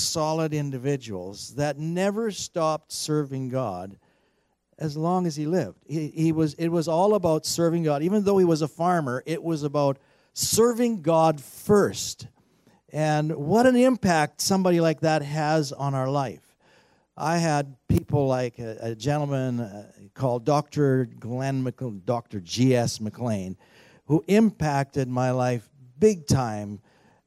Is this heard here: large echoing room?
yes